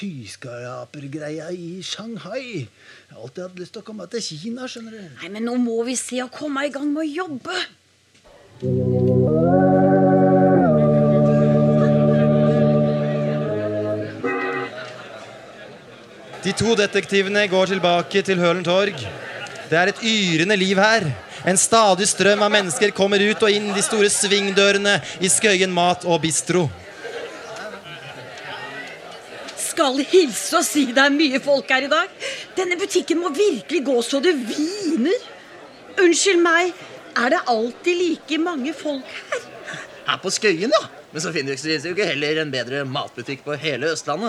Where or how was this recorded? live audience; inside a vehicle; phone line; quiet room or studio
live audience